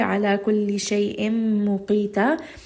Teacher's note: Now, shay'imu, this is going to be idgham with ghunna. Merge the tanween with the meem. Muqita, this is going to be a two-count med.